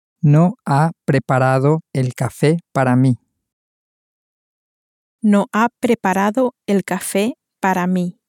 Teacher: using a rising intonation at the end, raising your tone at the end, turn that into a question. So it will be exactly the same, except at the end you'll raise your voice, turning it into, you haven't prepared the coffee for me?